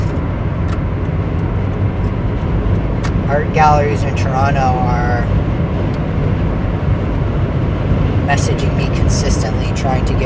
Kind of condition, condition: setting, inside a vehicle